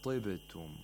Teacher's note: The root of the tongue is not raised as much because the kasra causes it to be raised less. · Term: lowest level of تفخيم